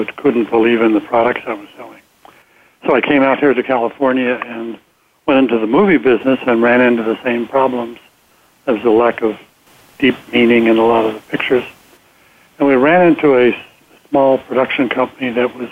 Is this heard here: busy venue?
no